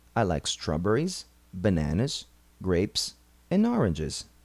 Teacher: A entonação sobe na primeira palavra da lista e só desce no último item.